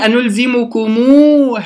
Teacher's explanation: هاء مفتوحة أتى بعدها ألف، مد مد بالألف